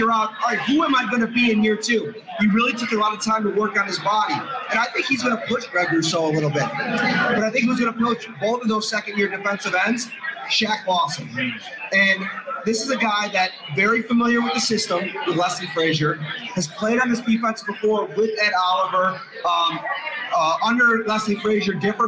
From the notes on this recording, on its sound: LIVE from Resurgence Brewing Company. To offer fans a chance to come out and meet the guys and participate in a live show.